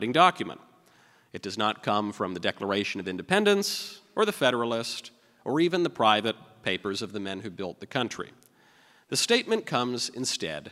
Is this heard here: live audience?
yes